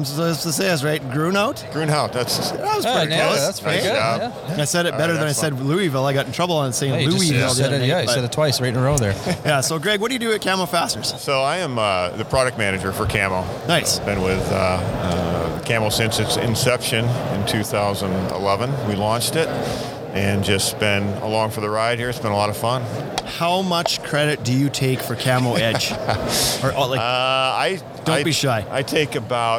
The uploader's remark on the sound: Live from the Deckorators booth in Louisville, Kentucky at Deck Expo 2019.